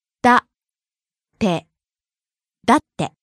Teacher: だ is high, て is low.